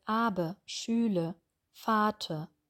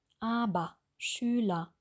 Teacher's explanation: Das A am Ende sollte nur nicht lang werden, ja? Es sollte kurz, schnell bleiben. Der Unterkiefer öffnet sich, er hängt. · Shown in: second take · Vorsicht bei Wörtern, die auf ERN enden oder ER.